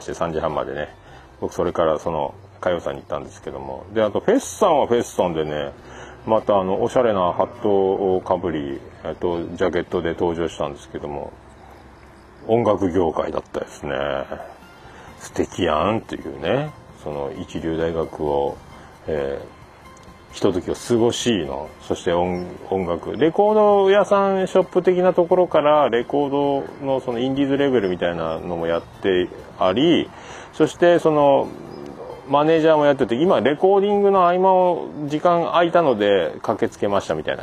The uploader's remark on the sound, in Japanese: 歌謡祭の帰り道収録